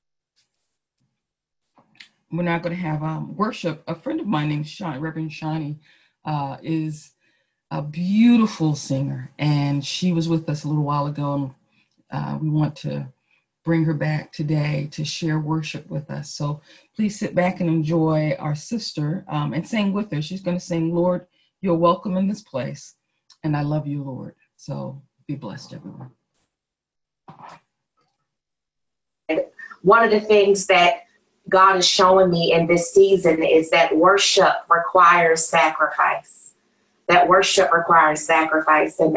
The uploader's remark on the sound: Our zoom streamed service